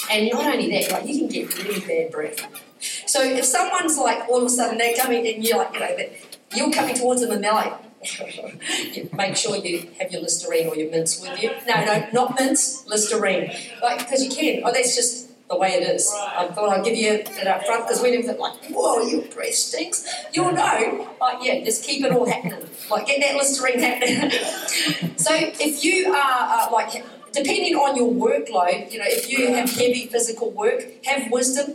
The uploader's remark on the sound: Recorded during our Melbourne East service on Sunday, the 25th of June 2023